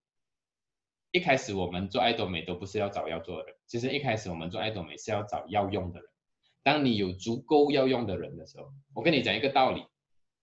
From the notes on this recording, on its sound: Canada Zoom Seminar